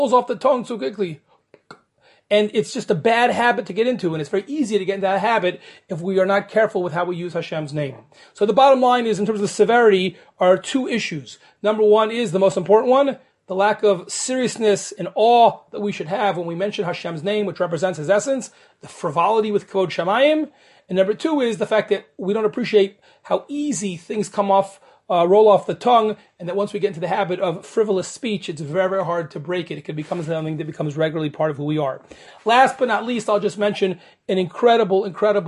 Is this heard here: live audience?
no